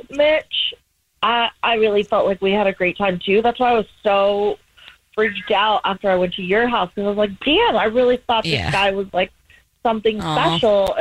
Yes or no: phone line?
yes